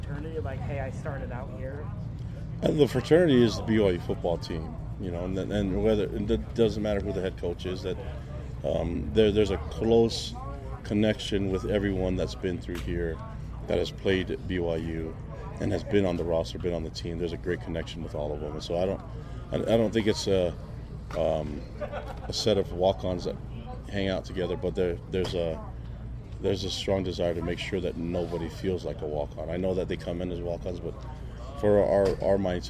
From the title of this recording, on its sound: Built Bar NIL Press Conference